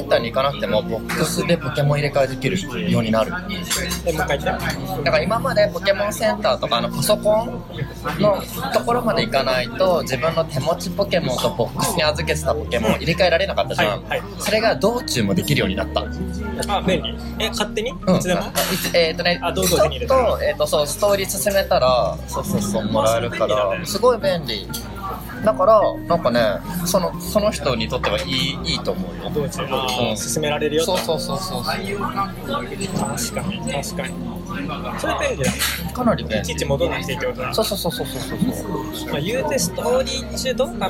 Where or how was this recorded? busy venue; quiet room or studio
busy venue